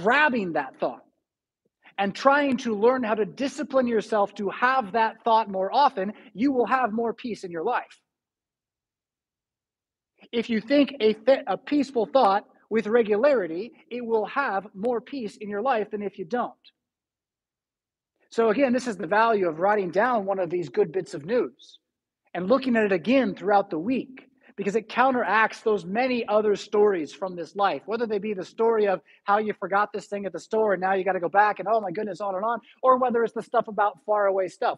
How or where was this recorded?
large echoing room